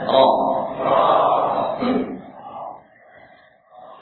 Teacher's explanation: Walaupun digolongkan oleh para ulama huruf ro termasuk huruf istifal, namun dalam keadaan harokatnya fathah maka dia memiliki sifat tafkhim